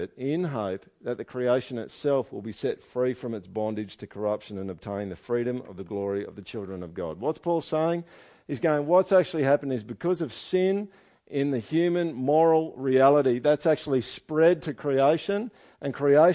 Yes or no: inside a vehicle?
no